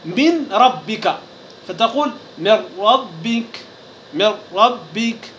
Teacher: وكذلك الحال في النون، فالنون إذا جاء بعدها حرف الراء ماذا؟ فتذهب ذات الحرف أي ذات النون بالكلية، فلا يبقى لها أثر البتة، فتقول مثلا من ربك، فتقول من ربك من ربك. · Term: إدغام بغير غنة